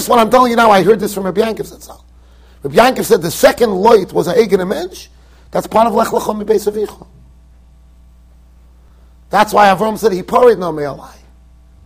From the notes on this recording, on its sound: Shiur recorded in Yeshivas Ohr Reuven, Monsey NY.